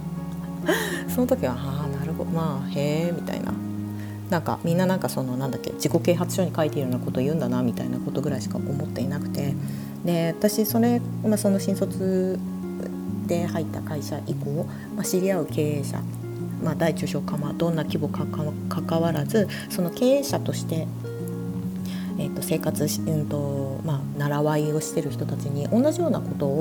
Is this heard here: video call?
no